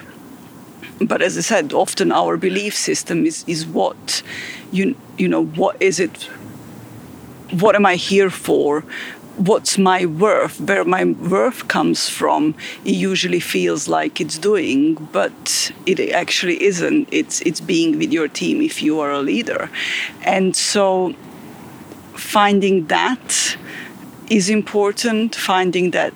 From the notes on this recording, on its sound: recorded at Ada Lake in Belgrade, Serbia